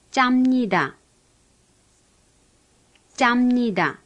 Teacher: It's pronounced like the TCH in pitcher, but more tense.